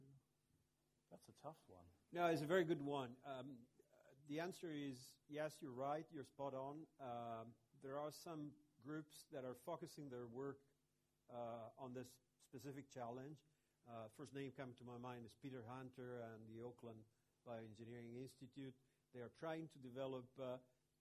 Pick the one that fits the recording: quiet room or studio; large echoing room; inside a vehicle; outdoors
large echoing room